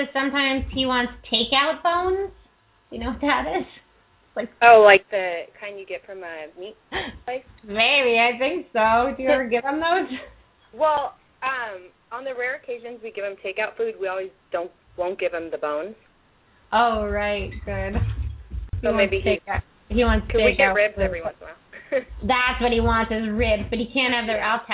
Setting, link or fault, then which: link, phone line